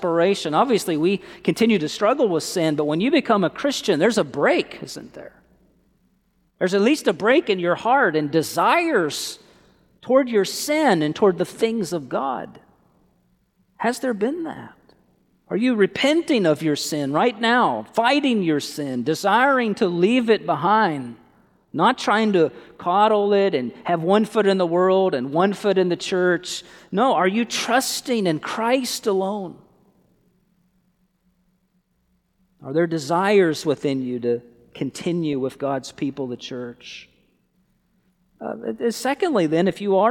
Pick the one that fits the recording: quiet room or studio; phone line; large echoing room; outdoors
large echoing room